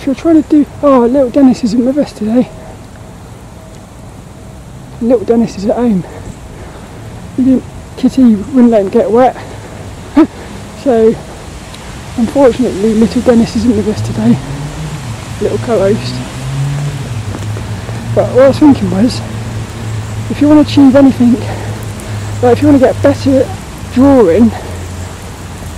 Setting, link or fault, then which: setting, outdoors